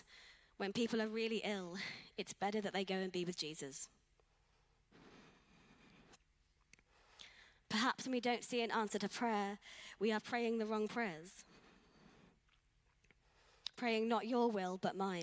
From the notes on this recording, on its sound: Streamed live at St Paul's Shadwell on Sunday, 6 Aug 2023.